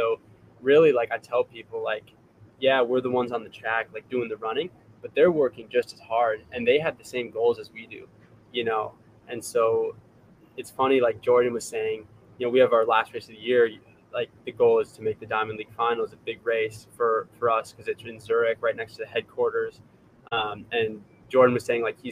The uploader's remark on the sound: Live from Eugene OR at World Championships